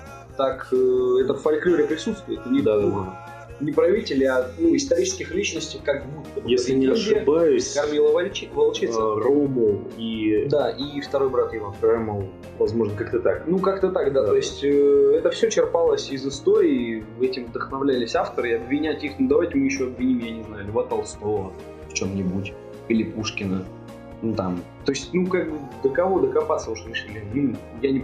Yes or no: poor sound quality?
yes